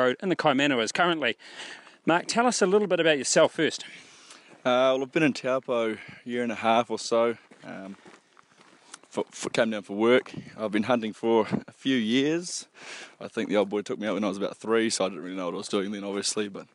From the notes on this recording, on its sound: Recorded from the Kaimanawas